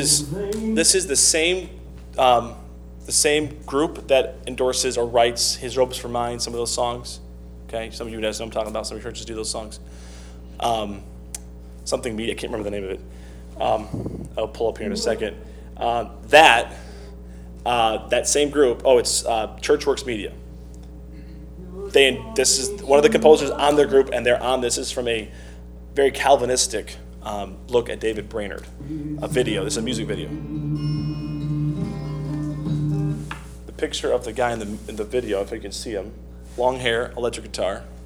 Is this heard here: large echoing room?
yes